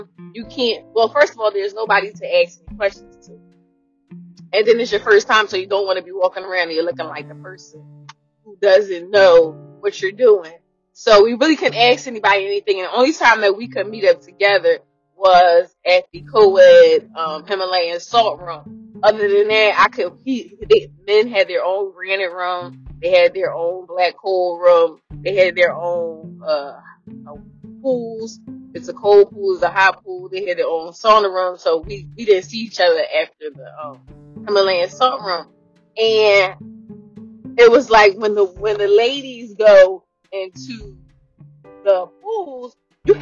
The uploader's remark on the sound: please excuse my audio I sound like a rapper in jail recording his album.